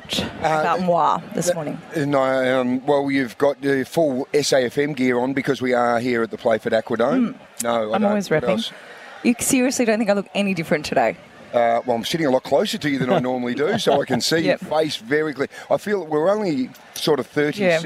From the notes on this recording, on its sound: LIVE From The Playford Aquadome